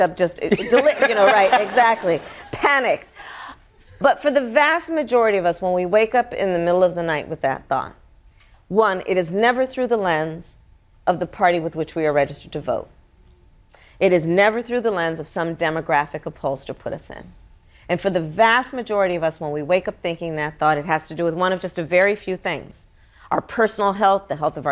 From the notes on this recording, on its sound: answers audience members' questions